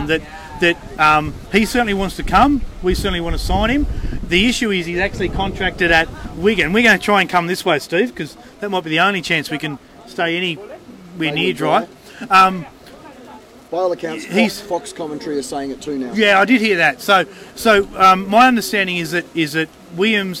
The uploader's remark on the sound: On location at Canberra Stadium. They survive a massive thunderstorm in the process!